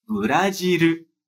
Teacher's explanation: aqui no Brasil a gente lê como U. Mas os japoneses vão ler como RU, com R, U. RU.